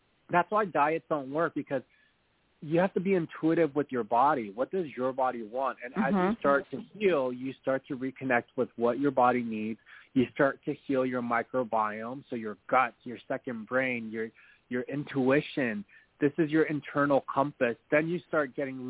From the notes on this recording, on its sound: As they talk with previously recorded callers. THIS SHOW WAS PREVIOUSLY RECORDED. In this previously recorded episode on Blog Talk Radio.